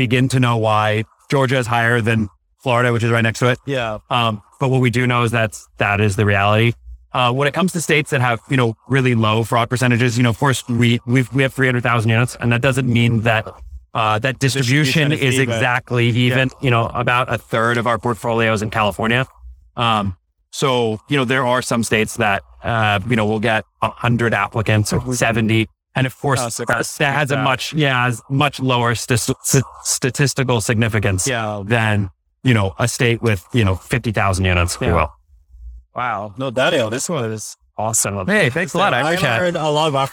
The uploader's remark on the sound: LIVE at Optech